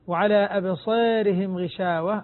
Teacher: هنا تقليل الألف عند ورش، وإمالته عند أهل الإمالة الذين يميلون ما قبل الراء المتطرفة